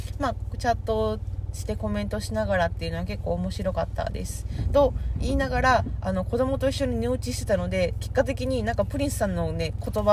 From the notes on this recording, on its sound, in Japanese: 今日の収録、イヤホンでなくてiPhoneのマイクになってました。車の雑音多くてすみません